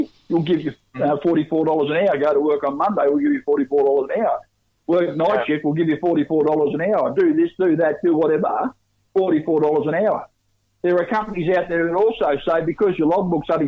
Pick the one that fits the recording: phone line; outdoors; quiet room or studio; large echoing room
phone line